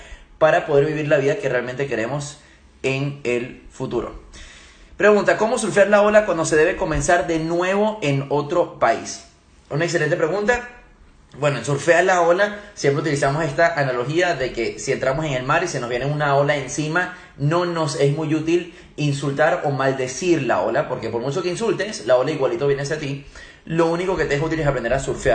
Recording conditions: phone or laptop microphone